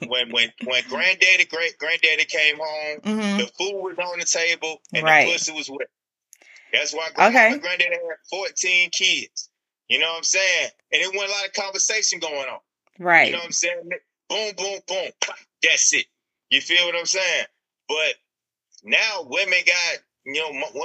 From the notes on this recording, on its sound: Joined a Zoom and talked shit with me for a few.